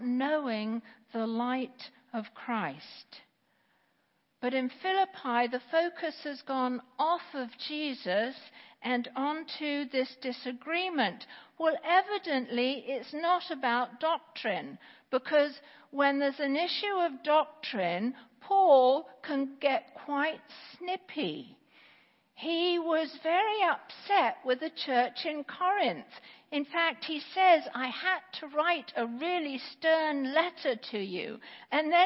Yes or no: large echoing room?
yes